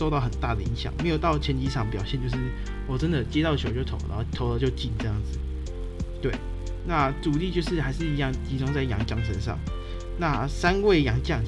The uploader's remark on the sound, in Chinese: 這一集因錄音設備出現狀況有雜音問題較為嚴重。